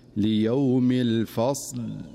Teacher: من أمثلة ذلك في قوله تعالى ليوم الفصل، فيقف بعضهم فيقول ليوم الفصل، والصواب أن يقول ليوم الفصل، فيحاول أن يتحكم في حرف الصاد بحيث لا ينبره، فيكون هناك شيئا من الفتح عند الوقف عليه، فيجب عليه أن يسكن الصاد ولا يحركها